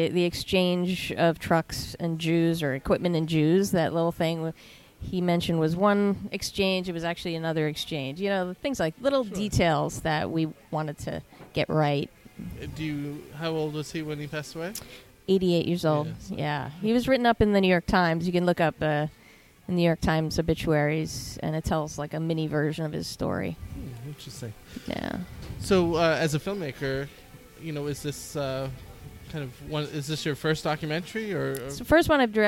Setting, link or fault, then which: setting, busy venue